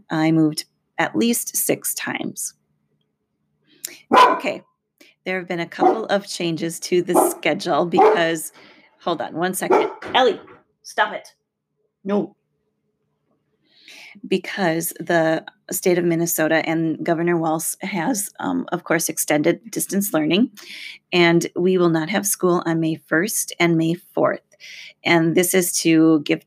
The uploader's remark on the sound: Please excuse the noise and dog barking in today's episode!